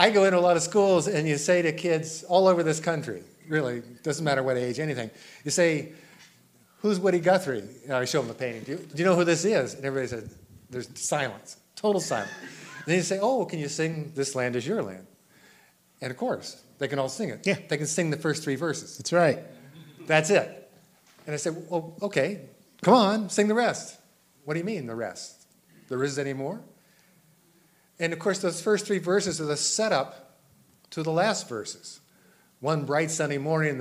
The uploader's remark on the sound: this concert was held June 29, 2019 at the Blue Hill Town Hall, Maine, at 7pm